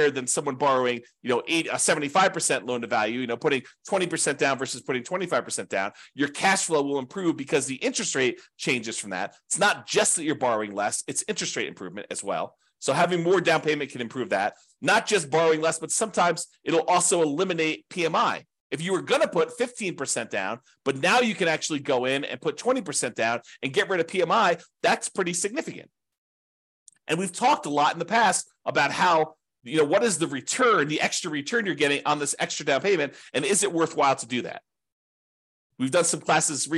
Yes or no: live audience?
no